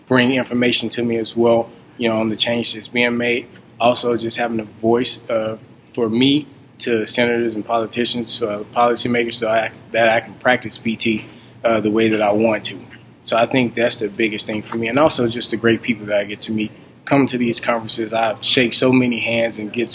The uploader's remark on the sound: LIVE from the Federal Advocacy Forum